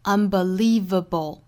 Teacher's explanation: 中间的 li 的发音是紧音，所以我们读起来是 believable,不是 believable, believable.